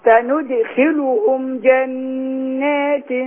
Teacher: اتصال الخاء وضم اللام